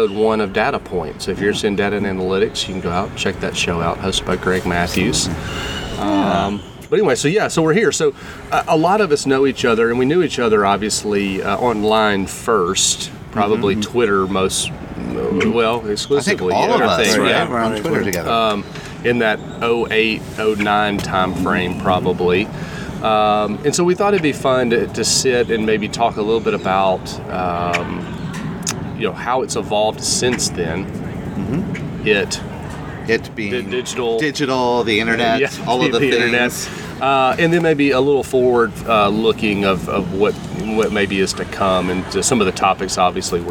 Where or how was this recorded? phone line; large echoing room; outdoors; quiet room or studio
outdoors